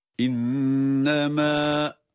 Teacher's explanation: Yani bu kelime okunup durulacaksa bir elif miktar uzatılır. Kendi tabii olan uzatma miktarıdır.